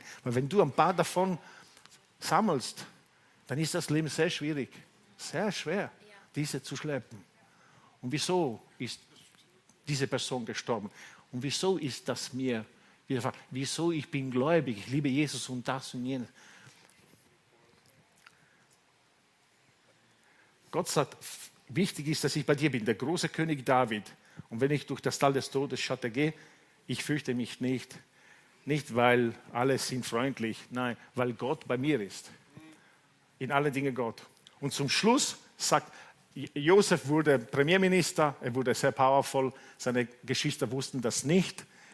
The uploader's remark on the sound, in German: Gottesdienst live aus der LIFE Church Wien.